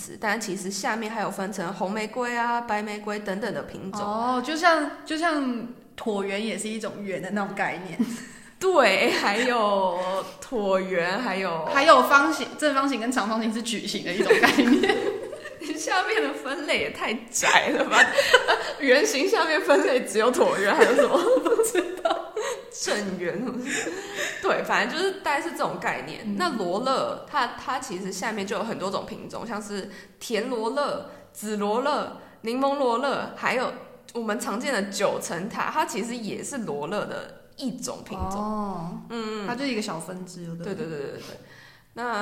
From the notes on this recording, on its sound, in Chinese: 這集因為換了一個錄音空間，後來發現有回音的問題，只好委屈一次大家的耳朵了。